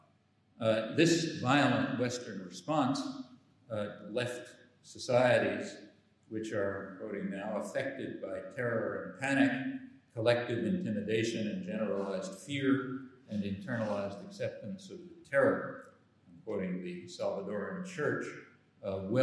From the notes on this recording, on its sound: the keynote address at the Self-Determination and Power Conference in Glasgow, Scotland.